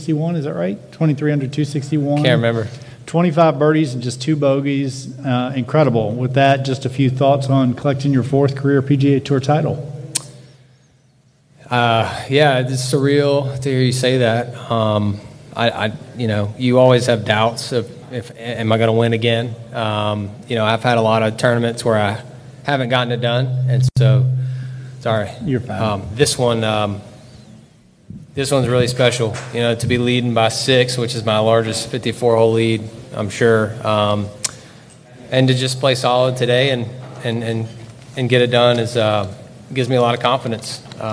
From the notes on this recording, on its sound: "LIVE" Interviews From Mayakoba, Mexico at The World Wide Technology Championship